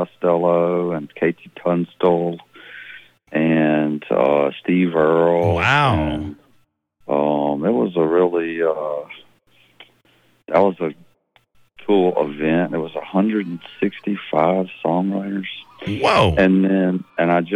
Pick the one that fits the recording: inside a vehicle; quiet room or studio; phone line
phone line